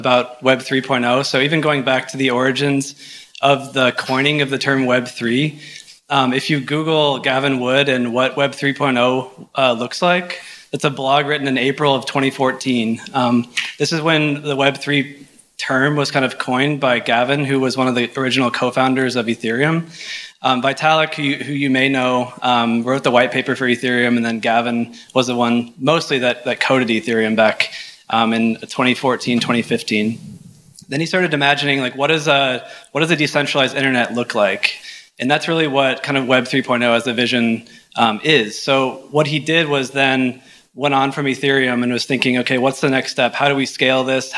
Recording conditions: busy venue